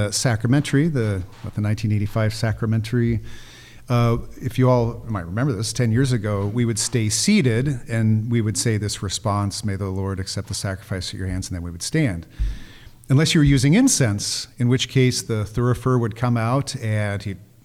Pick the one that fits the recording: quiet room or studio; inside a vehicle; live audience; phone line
live audience